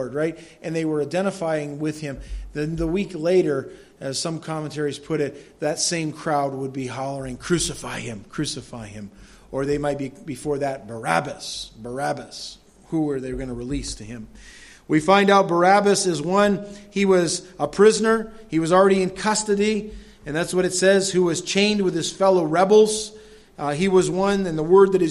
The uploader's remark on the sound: delivered at Madawaska Gospel Church on the morning of July 10, 2016